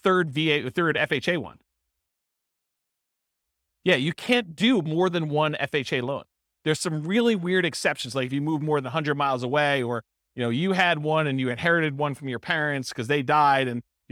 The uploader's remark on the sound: This was a live class recorded